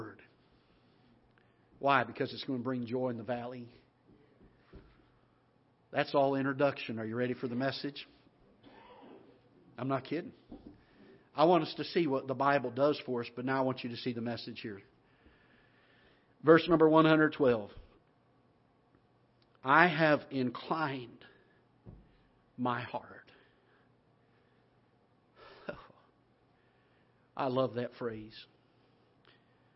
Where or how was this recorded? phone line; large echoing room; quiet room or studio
large echoing room